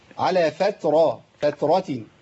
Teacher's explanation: الراء عندنا إيه؟ نعم مفتوحة مفخمة